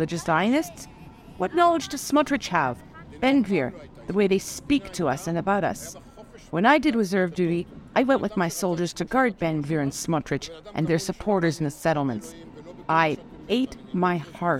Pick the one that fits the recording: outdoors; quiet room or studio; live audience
outdoors